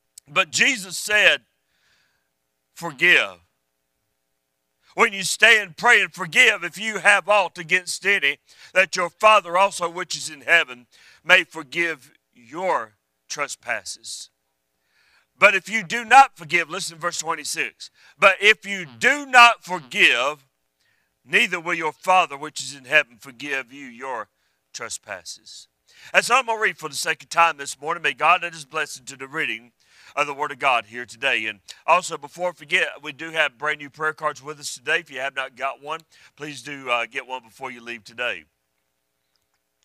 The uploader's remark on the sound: A Message I Preached at a Supporting Church Recently